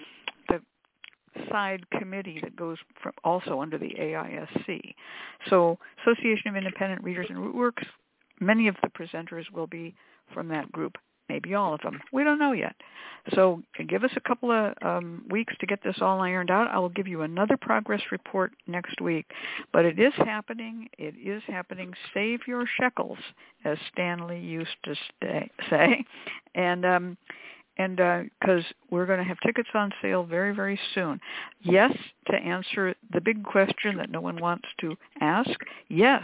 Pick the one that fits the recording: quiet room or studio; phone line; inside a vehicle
phone line